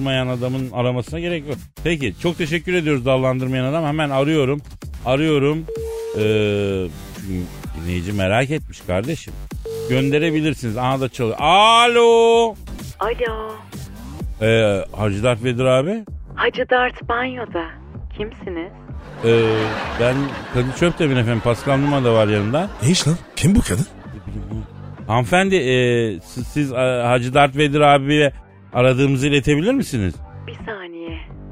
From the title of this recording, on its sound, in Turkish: telefon görüşmesi